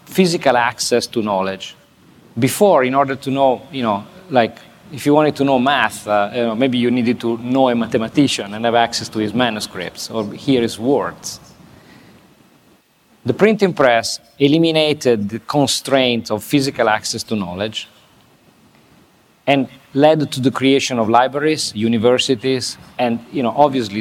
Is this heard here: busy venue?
yes